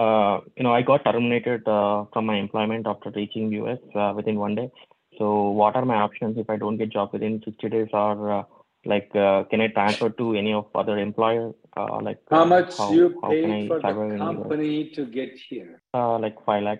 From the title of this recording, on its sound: Conference Call May 1st 2023